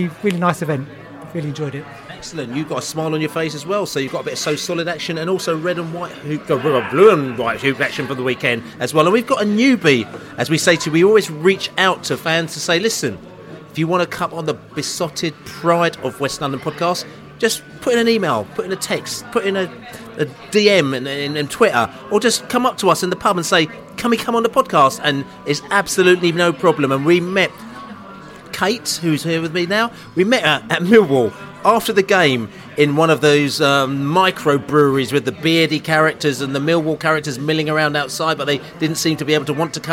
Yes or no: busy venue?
yes